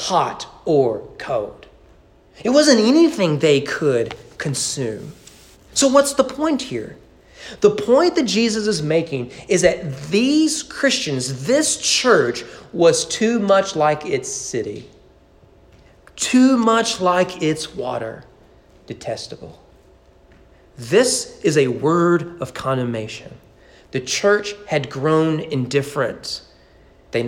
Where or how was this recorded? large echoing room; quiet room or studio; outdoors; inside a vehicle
large echoing room